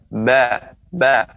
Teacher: Jadi pertemunya dua bibir saja itu juga dibagi. Ada bertemu kedua bibir tidak didengungkan. · Term: huruf ba